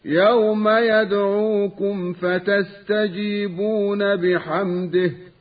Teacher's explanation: القلقلة في الدال من كلمة يدعوكم